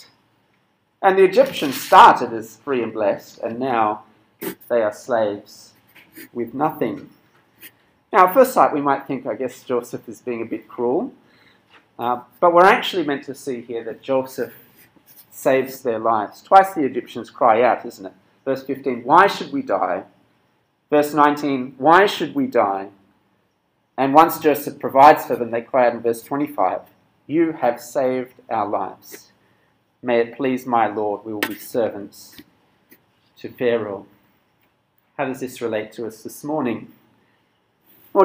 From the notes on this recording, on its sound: This sermon was preached at Cross & Crown Penang on 6th February 2022.